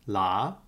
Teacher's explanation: a mid rising tone